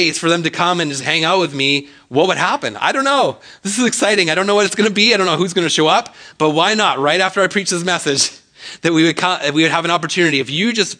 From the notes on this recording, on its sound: speaks at SouthRidge Fellowship, a Langley church.